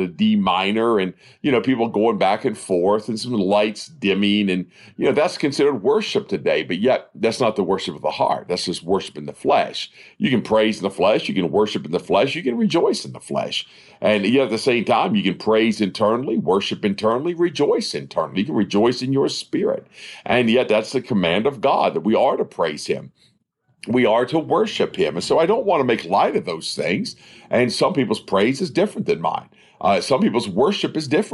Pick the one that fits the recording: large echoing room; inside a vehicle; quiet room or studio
quiet room or studio